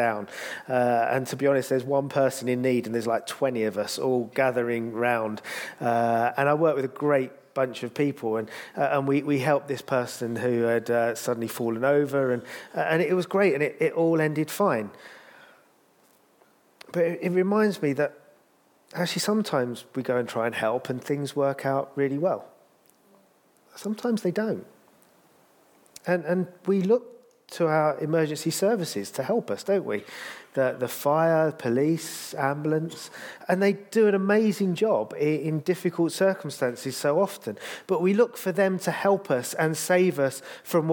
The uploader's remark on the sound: This sermon was recorded on Sunday 5th November 2023 at our Putnoe venue.